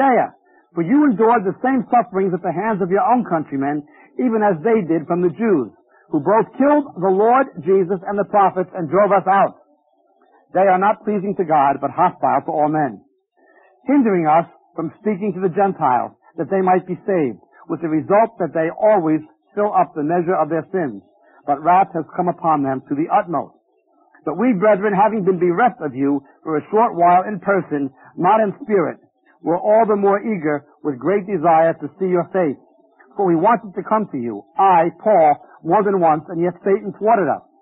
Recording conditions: busy venue